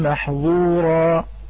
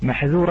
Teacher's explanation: فلا بد من مراعاة صفة الانفتاح لكي لا تشوبها صفة الإطباق · Shown in: second take · وتتغير الكلمة من محذورا إلى محظورا.